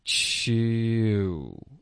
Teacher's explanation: 开头嘴唇有一点紧，可能也可以说撅了那么一点，然后到结尾呢，就是彻底的嘟起来了